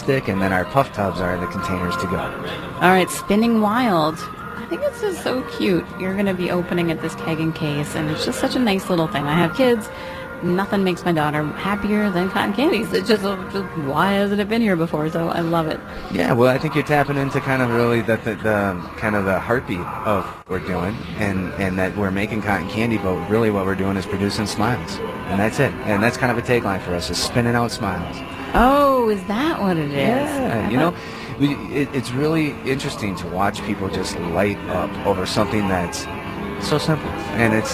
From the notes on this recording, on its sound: live from the MN State Fairgrounds for the Back to the 50's Car Show!